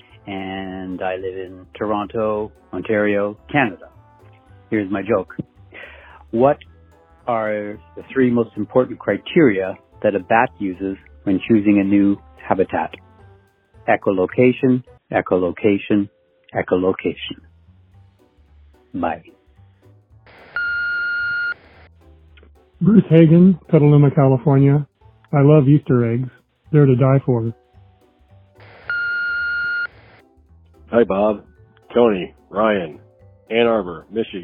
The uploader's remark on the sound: I have compiled jokes recorded by our listeners through my voicemail service over the past 2 weeks.